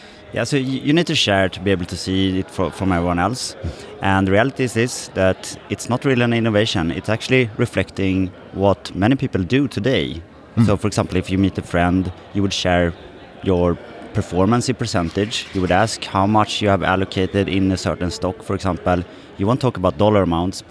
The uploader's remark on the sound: at a table in the middle of the FinCon conference floor